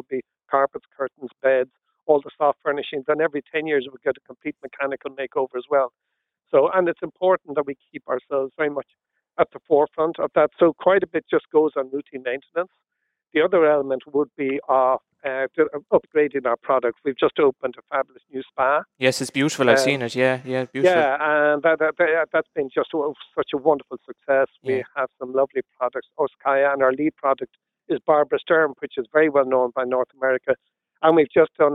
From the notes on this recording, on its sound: LIVE FROM Quin Community Centre